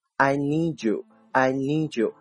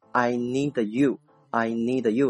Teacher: D 和 U 读在一起的时候应该读成 G 的音 · Shown in: first take